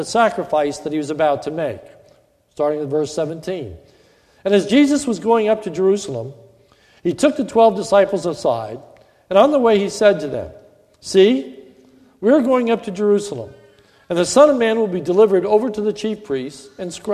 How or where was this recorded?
large echoing room